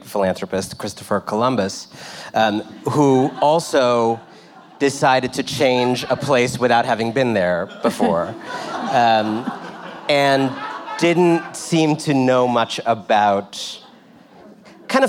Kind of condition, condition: setting, live audience